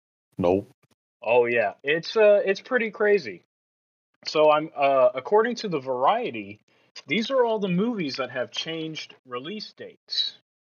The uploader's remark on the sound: Their recording equipment is subpar in this episode, but the vibes are just right.